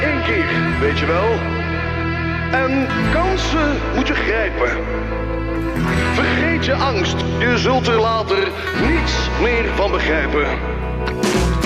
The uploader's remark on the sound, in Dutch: Tekst & Uitleg komt deze week vanuit het festivalhart van De Karavaan in Alkmaar. NH Radio.